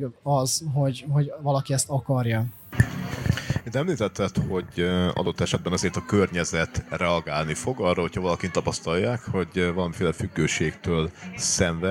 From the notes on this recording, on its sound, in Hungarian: A 2023-as Szegedi Ifjúsági Napok huszadik jubileumát ünneplő Civil Falujában rögzített beszélgetéseket. A felvétel a fesztiválon készült, így hanghibákat tartalmaz.